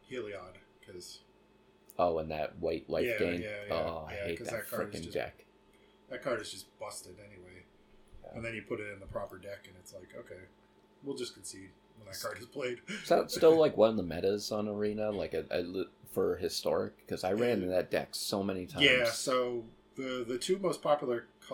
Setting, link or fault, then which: fault, sounds in the background